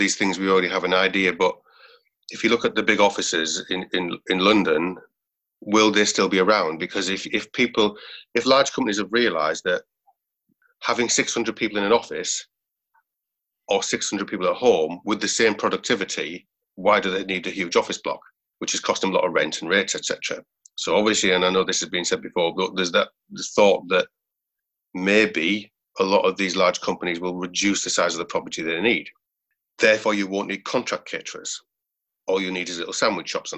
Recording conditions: video call